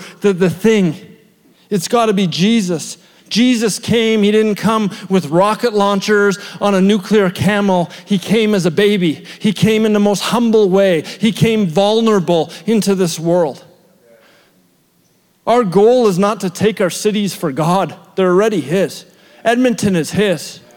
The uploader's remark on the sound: shared at our February 2023 Edmonton Gathering at The Summit Church Edmonton West